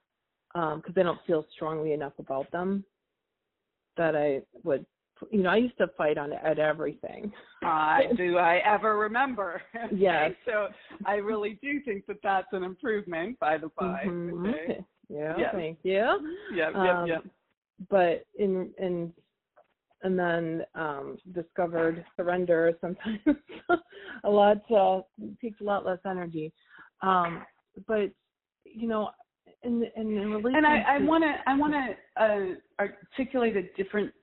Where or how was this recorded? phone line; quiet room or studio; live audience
phone line